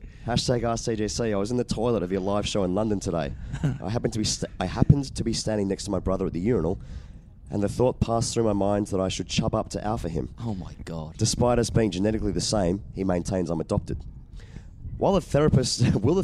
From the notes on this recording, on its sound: Recorded from Hyde Park and the Australian team hotel on Lord’s Test Eve